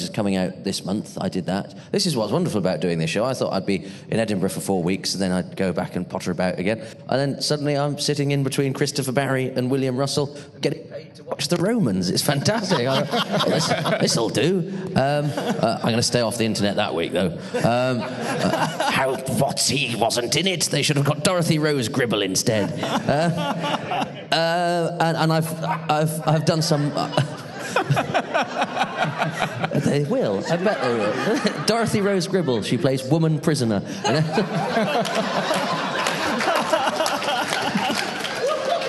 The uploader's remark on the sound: LIVE on stage at Gallifrey 20 in Los Angeles, CA